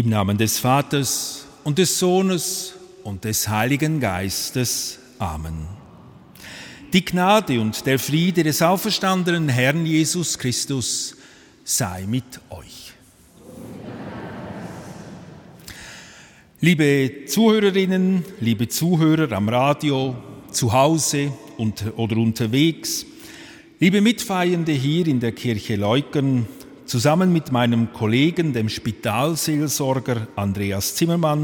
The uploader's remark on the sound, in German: Römisch-katholischer Gottesdienst aus der Kirche Leuggern AG. Zum Festtag singt der Kirchenchor.